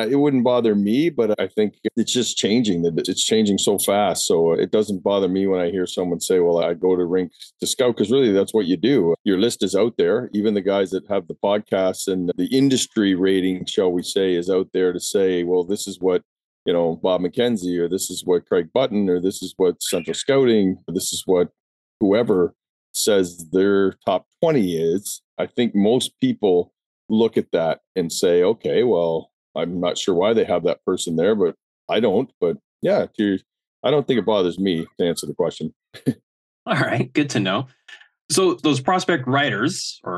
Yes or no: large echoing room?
no